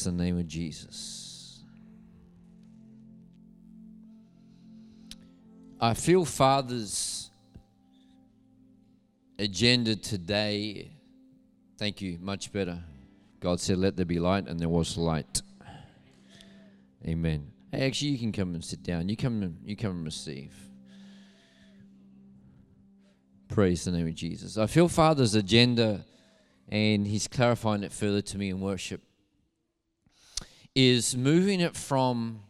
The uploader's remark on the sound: Recorded at Neuma Church Melbourne South in Melbourne, Australia.